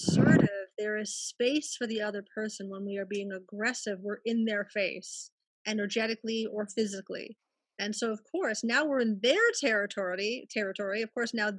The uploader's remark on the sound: Each episode of The BTG Ppodcast is recorded LIVE during my virutal Healing Circles. These free virtual gatherings that take place twice a month.